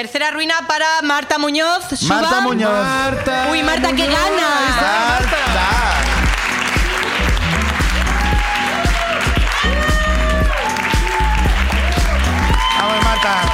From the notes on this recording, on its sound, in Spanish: El público también cuenta su ruina.